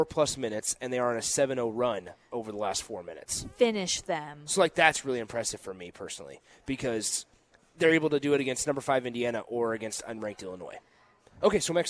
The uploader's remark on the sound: Live from the Upside Bar and Lounge